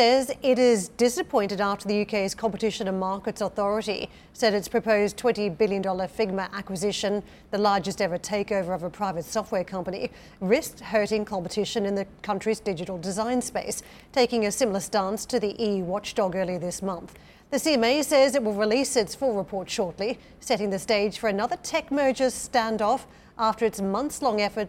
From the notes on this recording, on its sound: We are live at the NATO meeting in Brussels